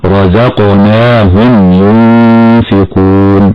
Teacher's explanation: الراء مفتوحة مفخمة والقاف أتت ساكنة فحكمها القلقلة، لأن حروف القلقلة جمعها الناظم في قوله قلقلة قطب جد، وتقلق هكذا رزقناهم ينفقون. · والميم ساكنة أتى بعدها حرف الياء فحكمها الإظهار الشفوي